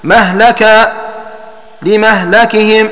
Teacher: يقرأ بفتح الميم واللام